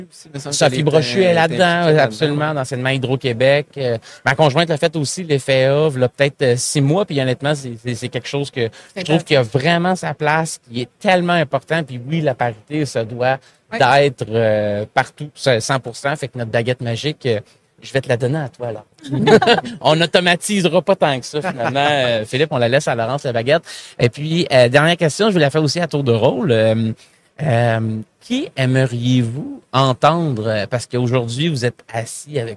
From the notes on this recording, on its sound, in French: En direct du Salon Industriel de Terrebonne